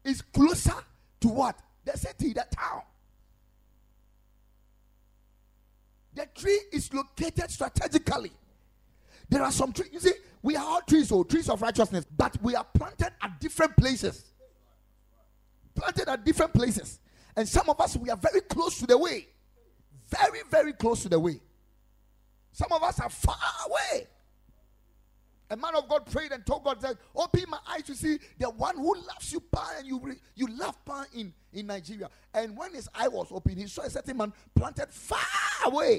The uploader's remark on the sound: Preached at Ekklesia Chapel